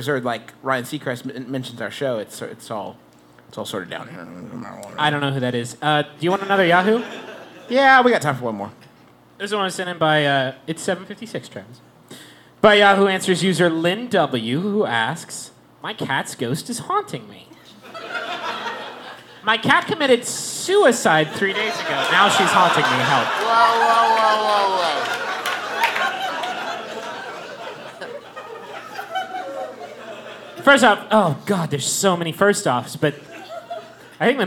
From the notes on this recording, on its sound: We're live in Austin for the first part of our two-show comedy extravaganza.